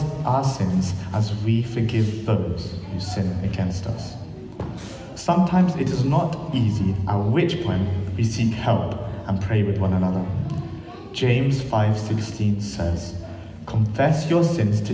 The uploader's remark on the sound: This sermon was recorded on Sunday 3rd September 2023 at our Great Denham venue.